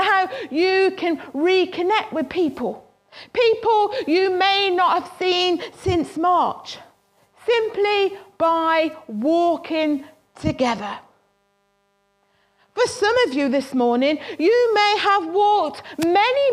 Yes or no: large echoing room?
yes